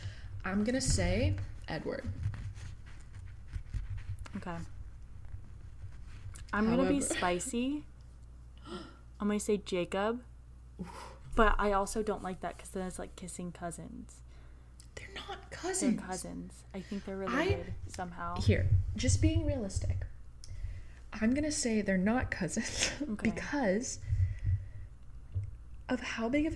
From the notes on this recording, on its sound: her mod podging was closer to the mic than she was